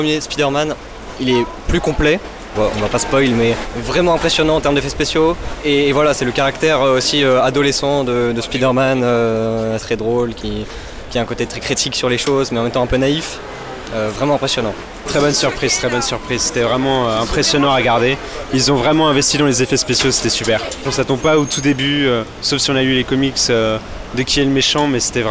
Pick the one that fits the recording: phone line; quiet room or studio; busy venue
busy venue